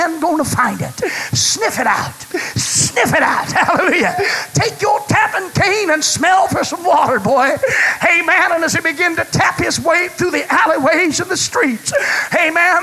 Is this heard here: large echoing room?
yes